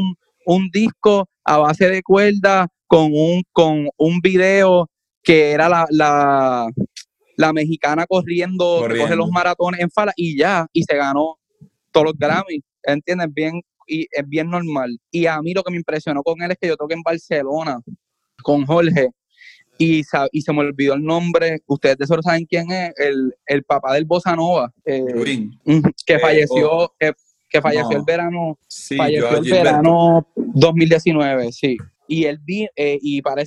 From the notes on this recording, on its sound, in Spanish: hablamos vía Zoom